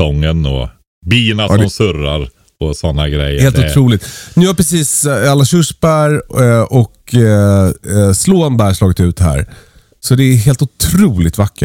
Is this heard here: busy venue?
no